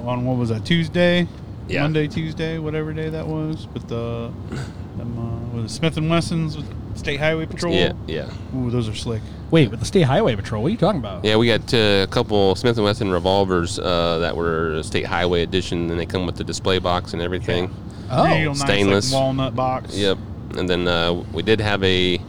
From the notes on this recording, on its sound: This episode we decided to do something different and did the show in the van coming back from Findlay East.